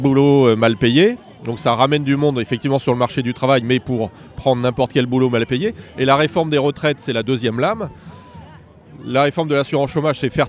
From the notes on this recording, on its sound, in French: En manif. C'est une chronique en direct de la manifestation contre le projet de réforme des retraites.